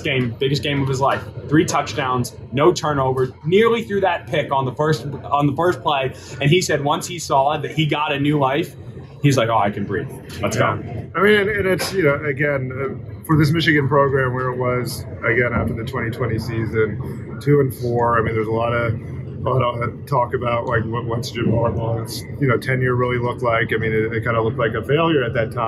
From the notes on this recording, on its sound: Emergency Podcast: Instant reaction to Michigan beating Alabama live from the Rose Bowl.